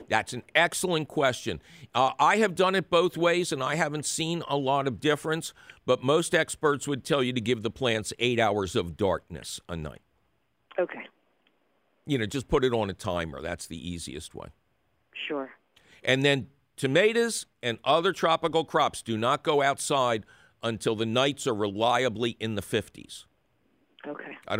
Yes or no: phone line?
yes